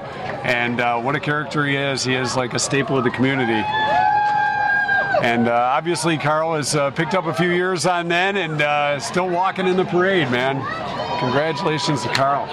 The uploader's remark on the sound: We were live from Downtown Pinckney for the annual St. Patrick's Day Parade!